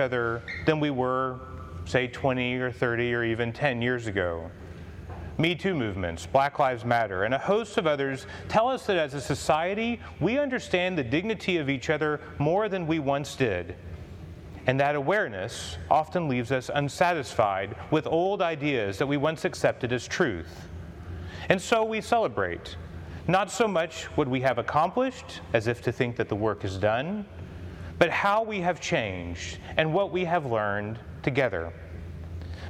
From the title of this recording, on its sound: Commencement Address for Holy Trinity High School